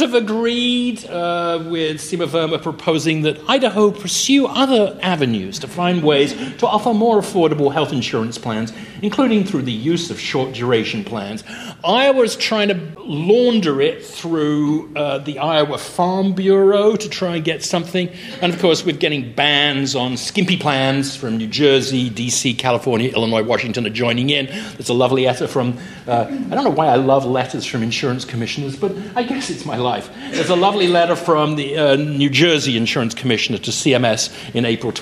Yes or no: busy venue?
yes